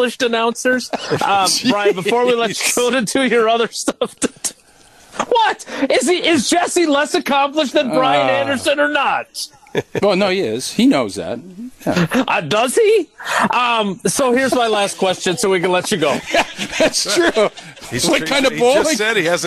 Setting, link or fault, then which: setting, busy venue